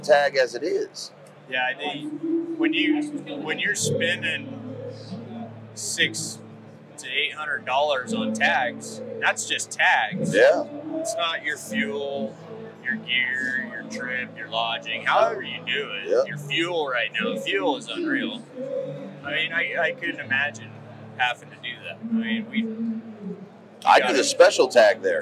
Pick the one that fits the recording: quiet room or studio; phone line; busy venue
busy venue